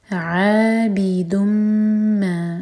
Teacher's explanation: دال پر دوما کی تنوین اس کے بعد ہے میم تو یہ ادغام غنہ کے ساتھ میم کو ہول کریں گے